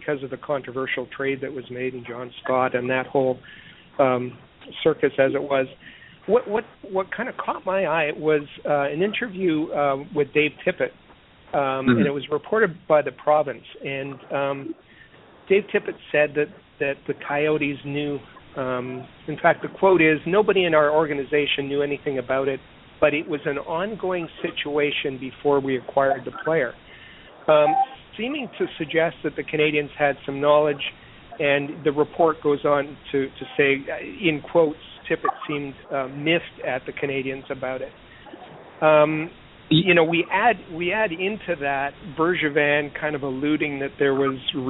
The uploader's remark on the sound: It is the most interactive and informative Canadiens podcast as we take your phone calls. Read your tweets.